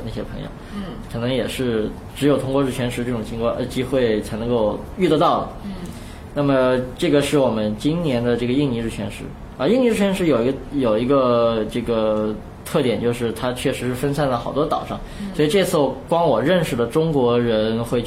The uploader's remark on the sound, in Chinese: 本期节目为在张大妈办公区用录音笔录制，可能有街道上的杂音，请见谅。